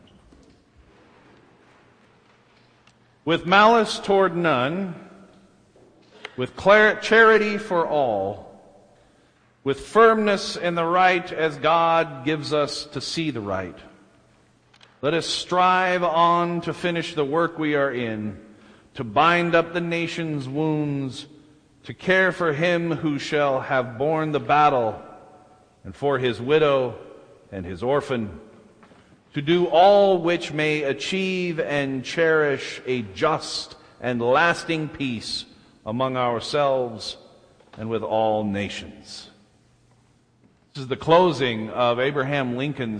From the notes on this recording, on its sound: delivered at First Baptist Church of Salt Lake City